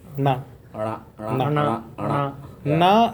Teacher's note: Murdhana means the uppermost part in your mouth. Murdhana, the tongue touches the uppermost part. · Term: retroflex